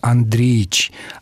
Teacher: Андреевич – так нужно писать, а произносит отчество с обязательным выпадением слога